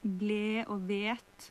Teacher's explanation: en bruker såkalt monoftonger og ikke diftonger, sånn som ble og vet, og ikke blei og veit